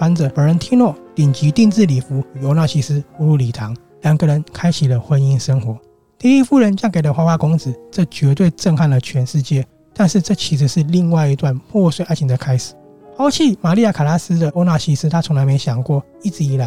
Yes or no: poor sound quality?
no